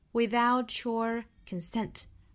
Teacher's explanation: Without 尾部的 t 同样和 your 的 ye 做连读同化，读成 ch.